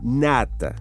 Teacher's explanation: N é a letra que representa a consoante oclusiva nasal alveolar